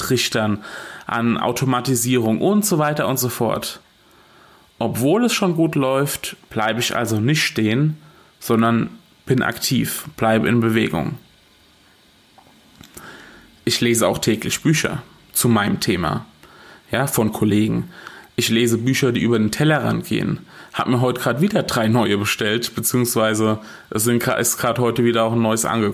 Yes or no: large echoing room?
no